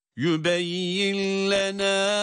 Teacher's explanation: hiye kelimesi hiy olarak değil, hi olarak uzatılarak durulur. · Term: meddi tabii